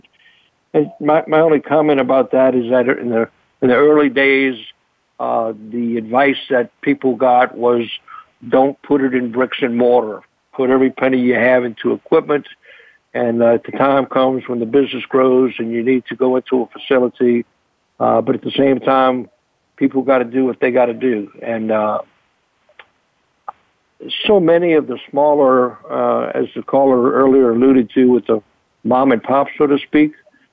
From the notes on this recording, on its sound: I will be fielding call ins